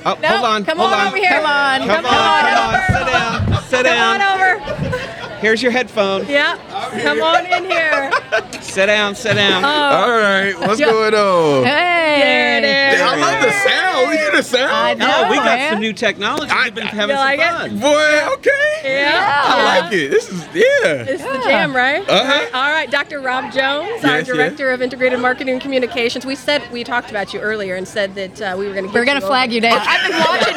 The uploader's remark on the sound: Celebrating 100 at the Missouri State Fair. With a live broadcast at the Missouri State Fair on August 17, 2023. With special guest appearances by colleagues, fans, and one adorable little guy.